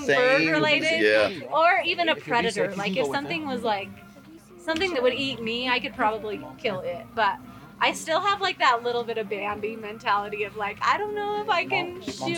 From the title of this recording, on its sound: Mountain Archery Fest Live episode